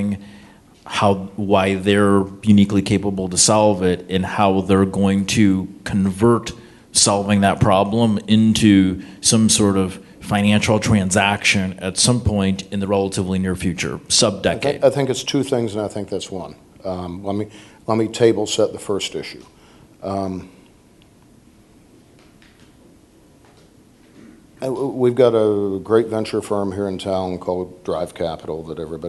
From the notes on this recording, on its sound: Startup Grind Columbus. This is the audio recording from the live event on 12/18/2017.